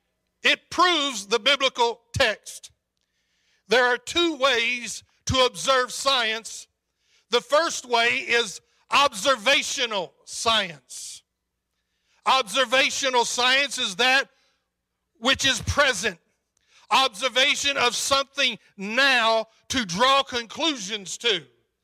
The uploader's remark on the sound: preached on February 27, 2022 at Calvary Temple Church, Murray, KY